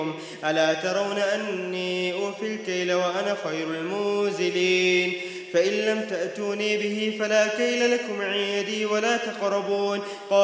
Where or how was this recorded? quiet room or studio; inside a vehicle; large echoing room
large echoing room